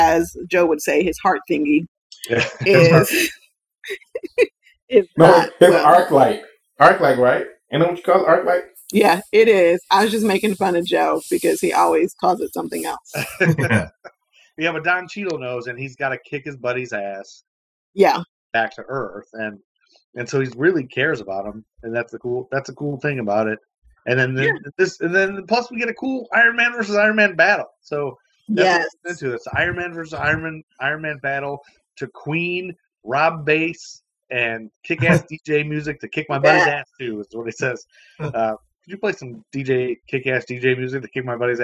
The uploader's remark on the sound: Still trying to figure out how to record remotely in a pandemic. Please pardon the audio.